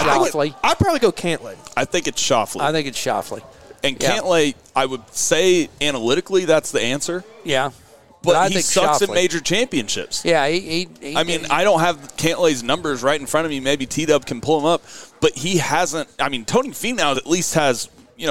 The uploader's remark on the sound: LIVE at First Tee of OKC Fundraiser! LIVE From The First Tee Scramble at Lincoln Park!